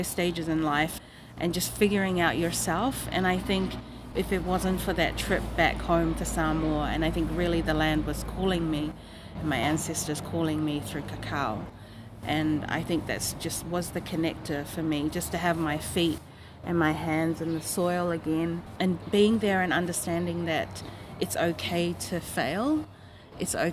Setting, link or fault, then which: setting, outdoors